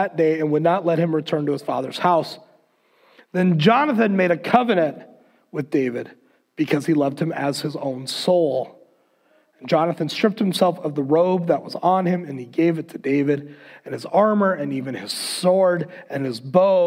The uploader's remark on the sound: Recorded on February 7th, 2021 at Word of Life Church in Le Sueur, MN.